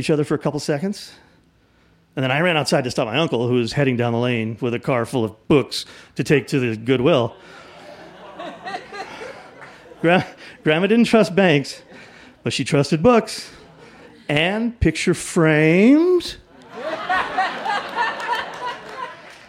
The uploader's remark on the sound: In front of a live audience at Buntport Theater in Denver, Colorado.